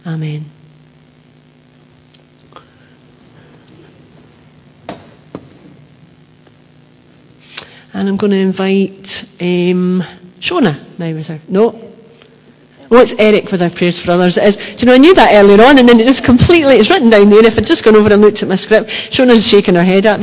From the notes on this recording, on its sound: Live from The Old Kirk. Live stream of our service.